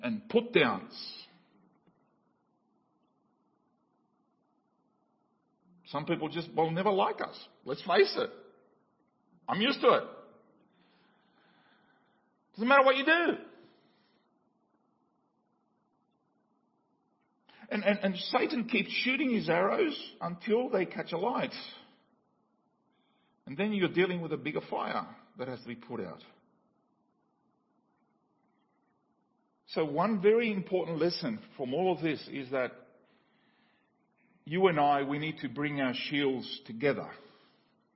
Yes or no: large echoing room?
yes